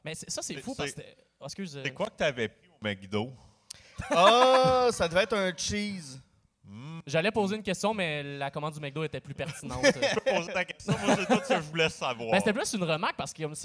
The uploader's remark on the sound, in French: Live au FestiPod. Le deuxième épisode live de Sans Présentation arrive au FestiPod. Merci à l'équipe du FestiPod pour la direction audio et vidéo et leur accueil!